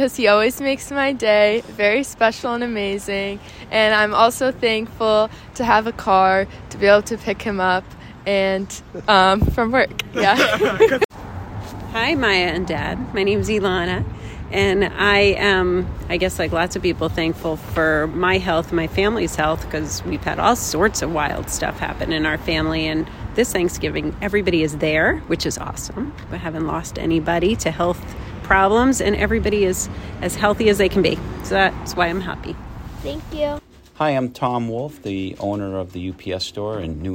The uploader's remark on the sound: Roamed the streets of Newton and Boston.